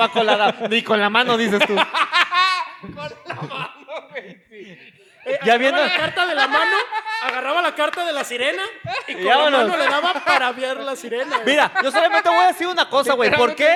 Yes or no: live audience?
yes